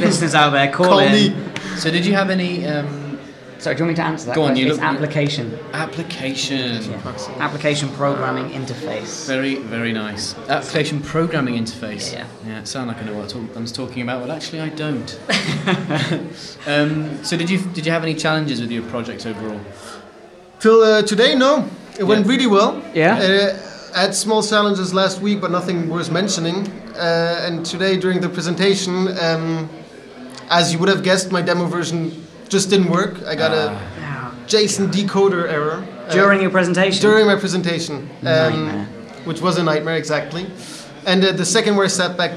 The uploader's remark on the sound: Live from the IronHack Berlin Hackshow